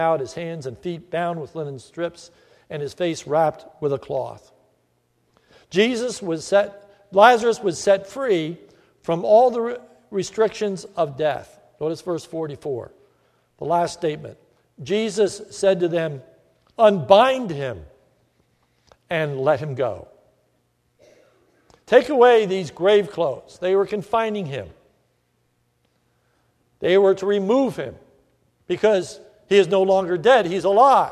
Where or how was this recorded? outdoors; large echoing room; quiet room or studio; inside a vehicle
large echoing room